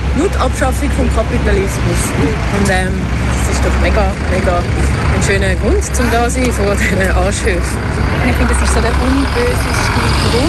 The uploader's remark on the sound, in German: auf dem Archplatz und berichteten live vom 10 Jahre StandortFUCKtor Jubiläum